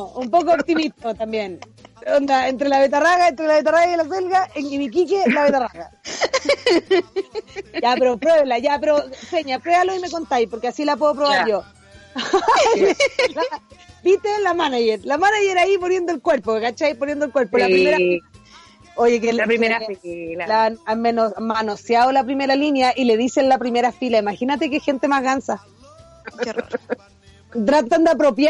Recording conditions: outdoors